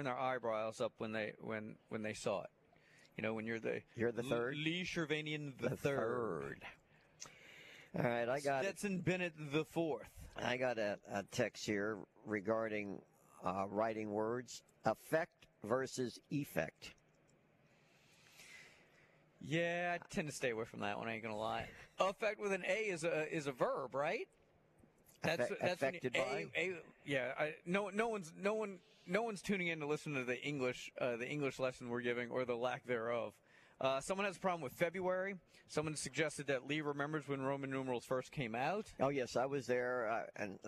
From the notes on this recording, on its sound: live from the Senior Bowl on a Thursday edition